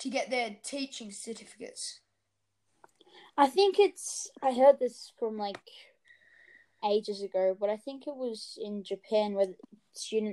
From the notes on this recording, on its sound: if this episode sounds a bit weird it is because of internet issues